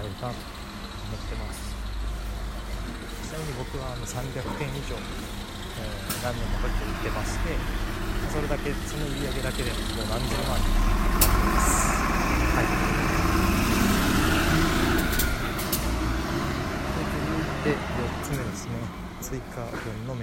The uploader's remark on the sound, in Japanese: 音量注意※ クルマのノイズが多めです。試験的に駅から家までの帰り道に更新してみました。お聞き苦しさMAXです。